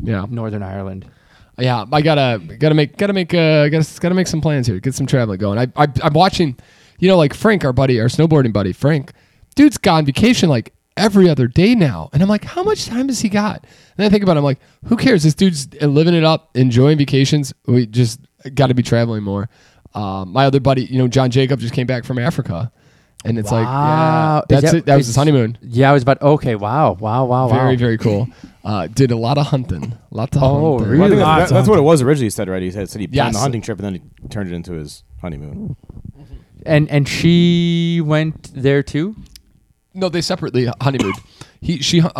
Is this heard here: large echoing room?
no